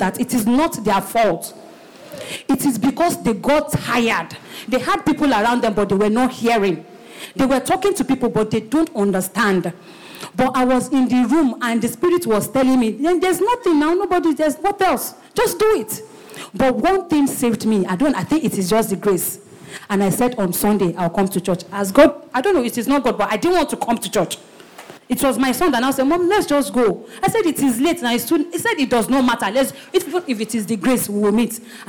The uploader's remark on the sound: Recorded LIVE at our Interactive MidWeek Service